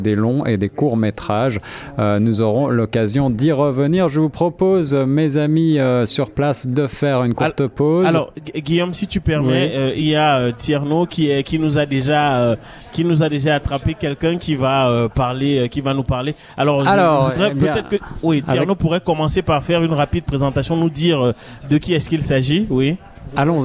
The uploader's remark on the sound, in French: Emission terrain en direct du Caribbean Tales International Film Festival